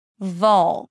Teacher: But then you have an L sound, and this is a dark L. So it colors the vowel before. Vol. And it actually sounds like you're putting a neutral O sound or the O as in all before the L sound.